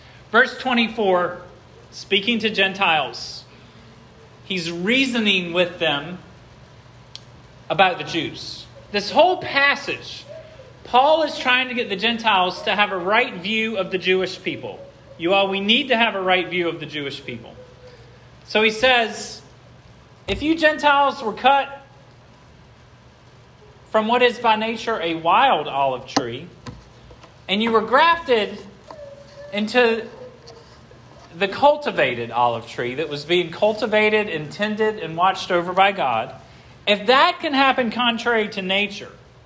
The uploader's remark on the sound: This sermon was preached at Hope Fellowship